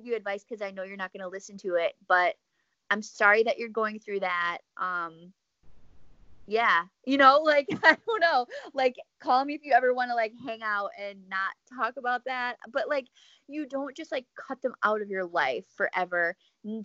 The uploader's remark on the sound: An episode filled with poor connection, hurricanes.